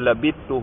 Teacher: سا اور تا کا مخرج قریب تھا تو سا کو بھی تا کر کے تا میں ادغام کیا تو لبیتو ہوا، لیکن یہ تلفظ میں ہے، کتابت میں دیکھ رہے ہیں سا کو لکھا گیا ہے بھائی، یہ ایک ہی حرف میں تھا، لبیتو ایک ہی حرف میں ہے بھائی.